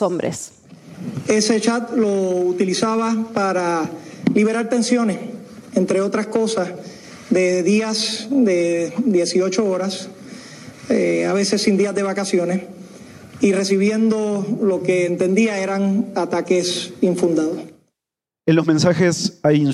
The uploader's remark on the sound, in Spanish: En el Hay Festival de Cartagena. En este episodio grabado en vivo.